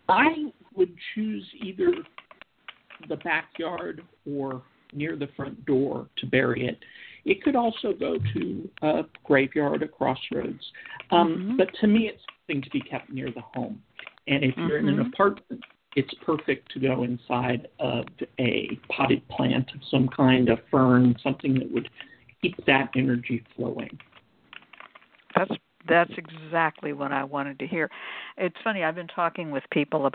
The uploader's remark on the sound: The Lucky Mojo Hoodoo Rootwork Hour is a real, live call-in show. Call in right when the show begins and listen via your phone.